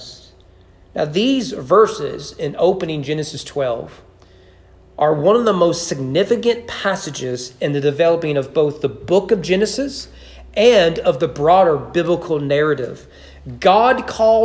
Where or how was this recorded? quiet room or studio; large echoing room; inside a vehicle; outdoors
large echoing room